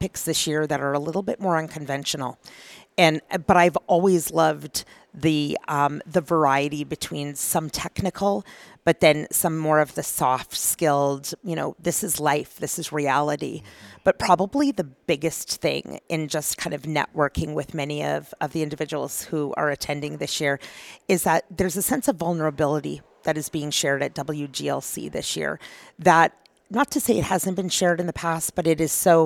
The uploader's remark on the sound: at Gulf Energy Information's Women's Global Leadership Conference in Energy